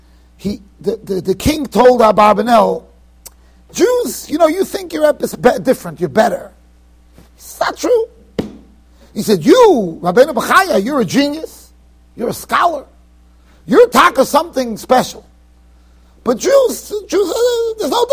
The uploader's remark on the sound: Shiur recorded in Yeshivas Ohr Reuven, Monsey NY.